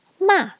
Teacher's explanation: This is a high falling pitch. · Term: fourth tone